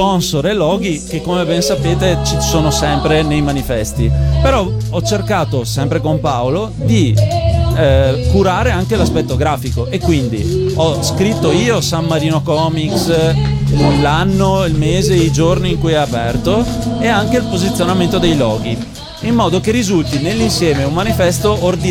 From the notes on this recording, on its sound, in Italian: Da San Marino Comics 2020 la nostra intervista